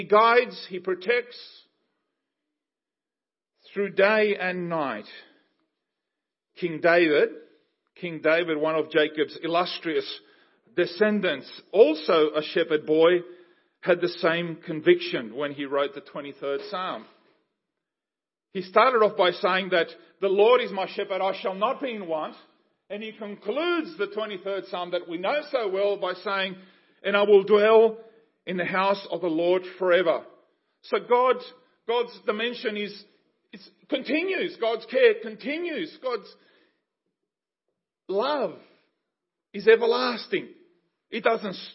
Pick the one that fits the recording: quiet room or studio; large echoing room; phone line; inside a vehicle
large echoing room